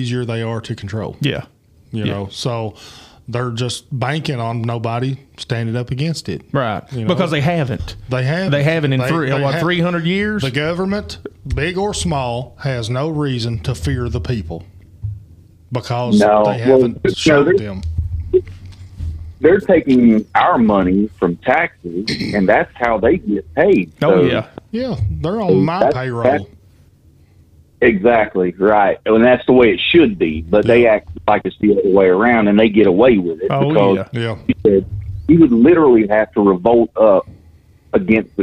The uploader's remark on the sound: Call in episode. In this episode we take a few LIVE calls from a few of our listeners.